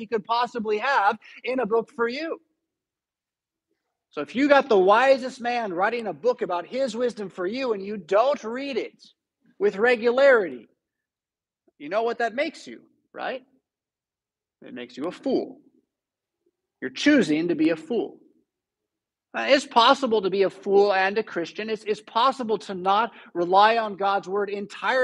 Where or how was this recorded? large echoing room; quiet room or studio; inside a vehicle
large echoing room